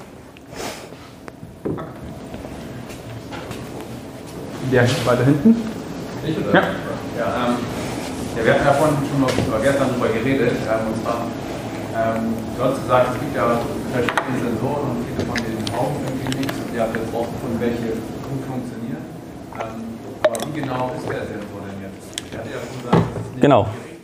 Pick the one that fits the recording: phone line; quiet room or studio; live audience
live audience